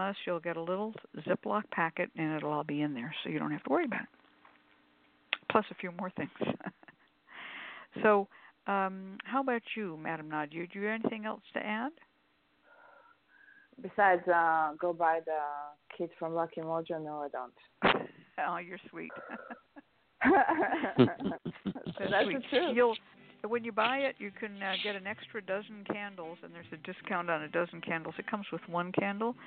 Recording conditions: phone line